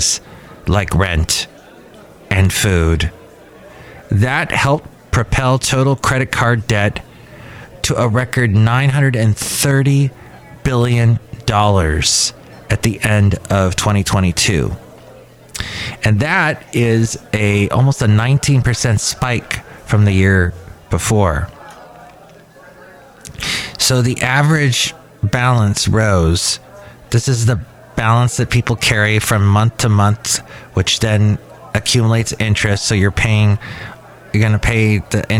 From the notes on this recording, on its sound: podcasts live from Cafe Anyway